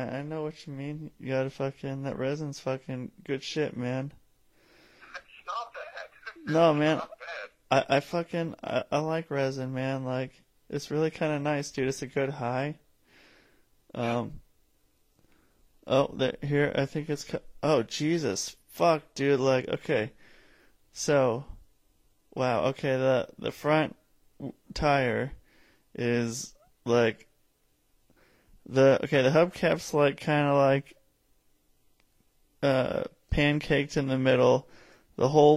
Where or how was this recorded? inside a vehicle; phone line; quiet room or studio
phone line